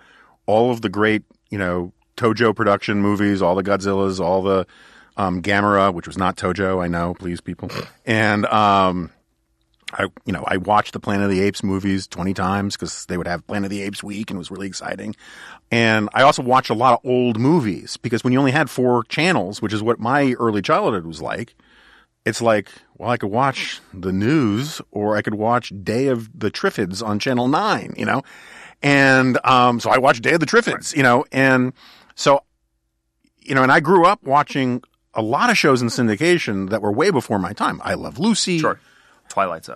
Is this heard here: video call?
no